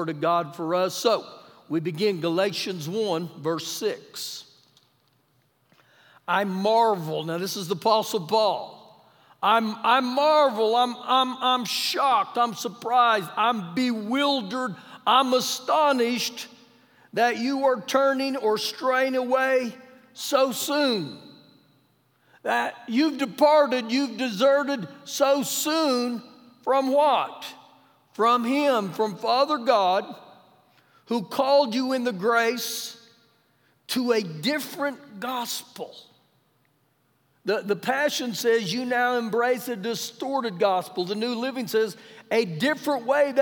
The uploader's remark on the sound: Recorded live during our Wednesday night service